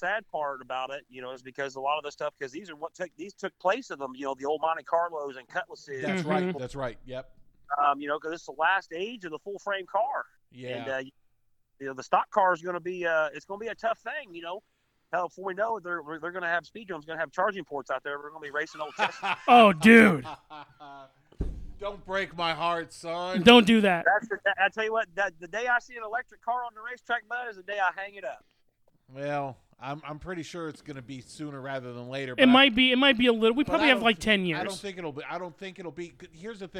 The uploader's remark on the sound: via phone